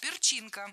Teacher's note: Правильный вариант – перчинка, с ударением на втором слоге.